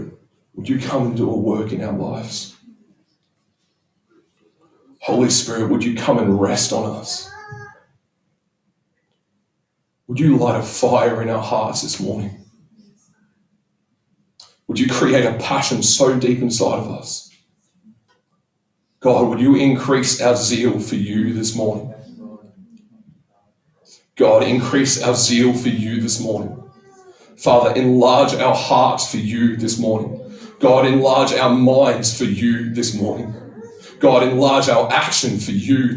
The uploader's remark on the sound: Apologies for the audio quality due to technical difficulties.